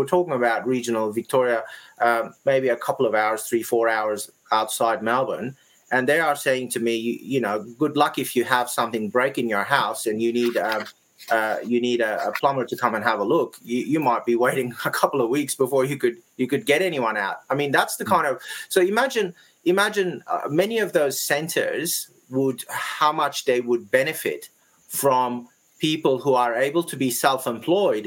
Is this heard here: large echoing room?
no